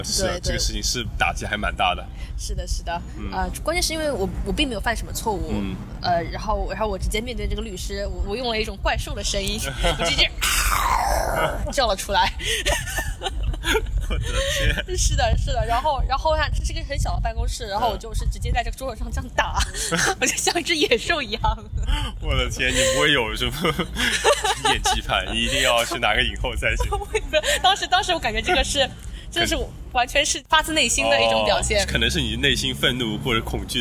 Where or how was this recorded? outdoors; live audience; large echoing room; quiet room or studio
outdoors